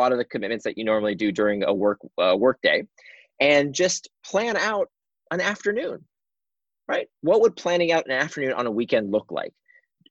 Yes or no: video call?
yes